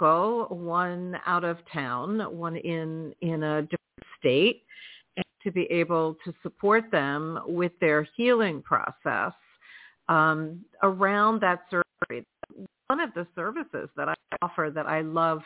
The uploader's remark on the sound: in response to callers' questions